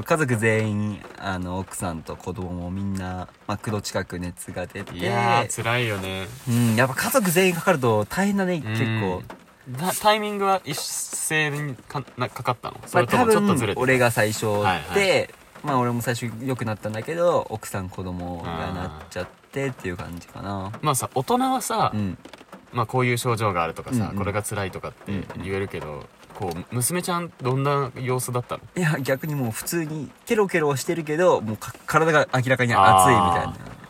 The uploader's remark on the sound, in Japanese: 神奈川県は厚木市を拠点とする高松山グルグルクラブ。高松山グルグルクラブ前の雨宿りトラック。雨音がパチパチ賑やかで、ノイズ多めで若干お聴き苦しいことは、ご容赦ください。